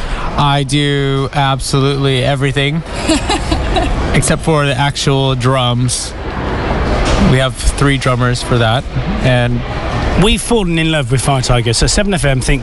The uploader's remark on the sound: At London's famous Paddington Station. A few beers, chat and then a curry in Spring Street, Paddington.